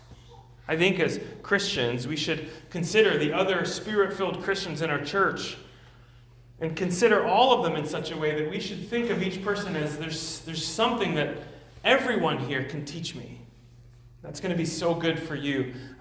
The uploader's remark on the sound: at Immanuel Church of Orange County